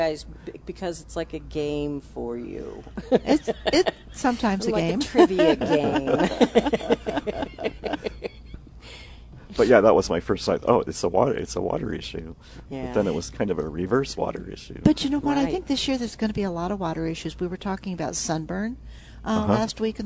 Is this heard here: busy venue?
yes